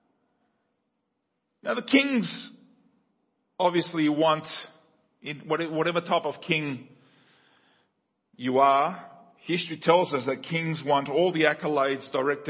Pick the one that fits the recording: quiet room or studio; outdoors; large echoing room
large echoing room